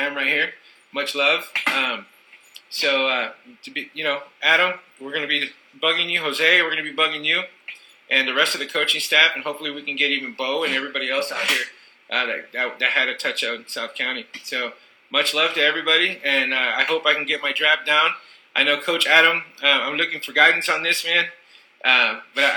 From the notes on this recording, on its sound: Sorry for the audio, we are beginners.